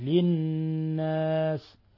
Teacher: قوله تعالى للناس نون مشددة تغن مقدار حركتين